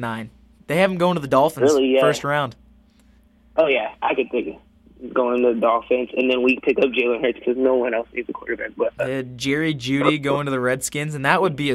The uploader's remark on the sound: Over the phone. In the studio.